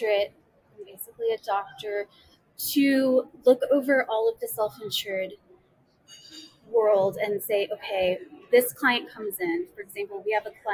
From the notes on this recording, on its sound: Live at the SIIA 2022 Engage Conference